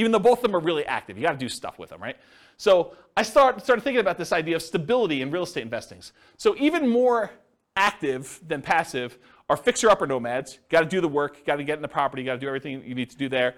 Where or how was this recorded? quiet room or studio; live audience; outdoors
live audience